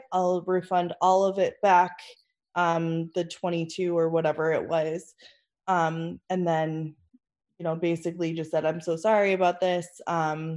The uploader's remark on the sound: Join the half of us that made it into our Zoom meeting shenanigans.